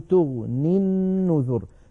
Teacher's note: لكن لما نصلها بالنذر نقول تغني النذر فتسقط الياء لفظا، وكذلك سقطت خطا على نية الوصل، فكتبت في المصحف الشريف من غير ياء في آخر تغني، فلو وقفنا عليها اضطرارا أو اختبارا نقف فما تغن، فما تغن، ولا نقول فما تغني على رواية حفص كما أسلفنا.